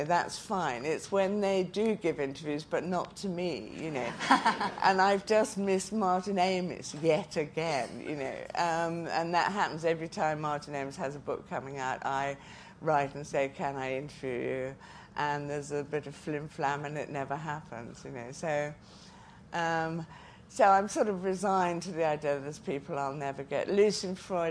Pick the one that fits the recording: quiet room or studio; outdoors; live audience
live audience